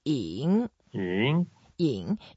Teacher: That is third tone, so we go down and then up.